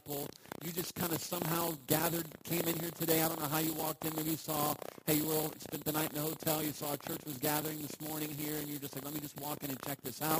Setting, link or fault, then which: fault, poor sound quality